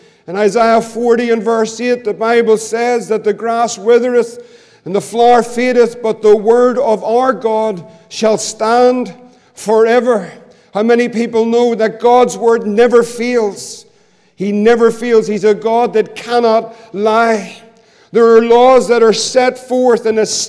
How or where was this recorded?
large echoing room